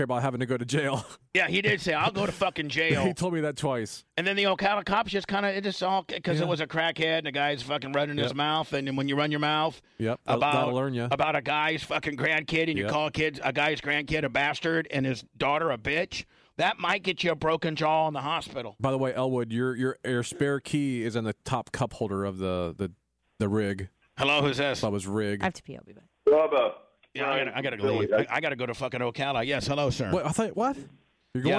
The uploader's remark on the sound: takes some phone calls during the show!